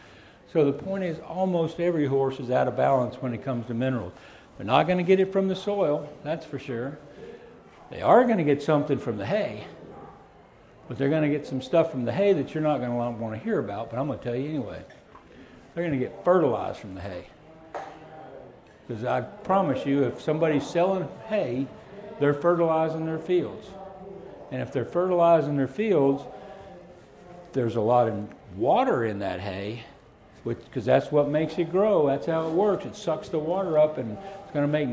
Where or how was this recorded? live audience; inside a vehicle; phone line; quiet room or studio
live audience